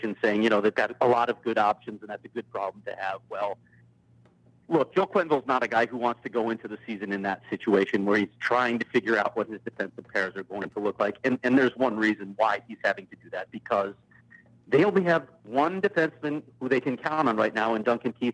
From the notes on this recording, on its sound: Is on location, but he calls.